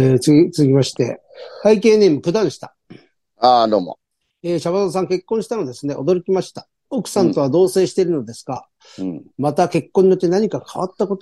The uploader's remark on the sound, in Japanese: ZOOMで収録